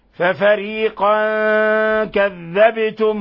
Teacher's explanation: لاحظوا قلقلة الباء في لفظ كذبتم